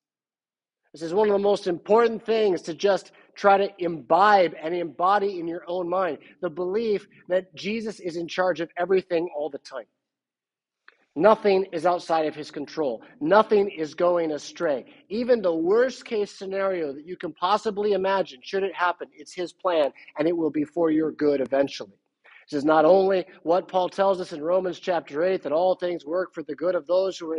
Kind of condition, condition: setting, large echoing room